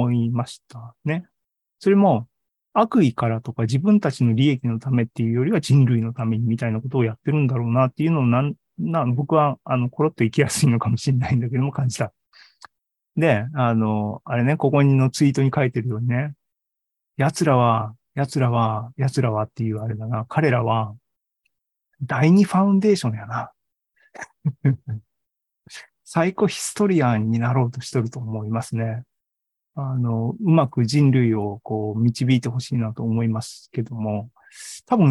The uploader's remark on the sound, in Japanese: ZOOMライブの模様です。